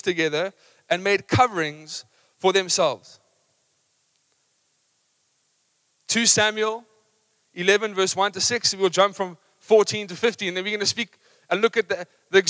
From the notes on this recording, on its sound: Recorded live on Sunday the 15th October 2023